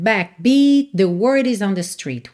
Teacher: Então você nem ouve o T final de backbeat, porque já tá ligando em the word.